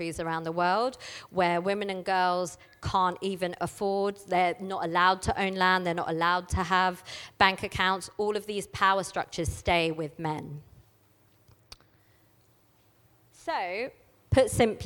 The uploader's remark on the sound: This talk was recorded at She Loves Plants 2019.